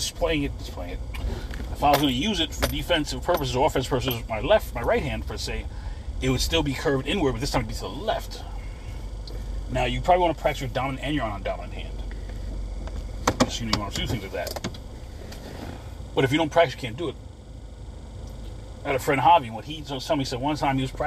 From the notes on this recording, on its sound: In this CarCast